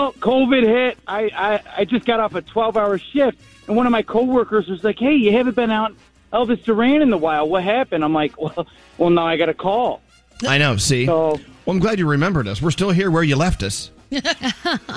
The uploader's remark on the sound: can't keep our contestant on the phone